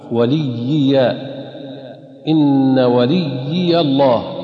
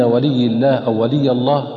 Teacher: أخطاء كلمة إن وليي الله بسورة الأعراف تقرأ خطأ بياء واحدة ولي الله، والصواب أن تقرأ بياء مشددة مكسورة ثم ياء مخففة مفتوحة · Shown in: first take